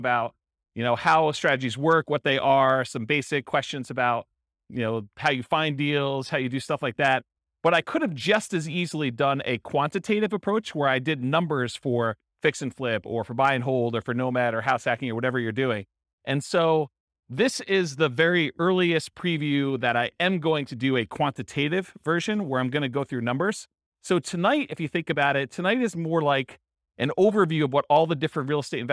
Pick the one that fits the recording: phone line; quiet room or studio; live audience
live audience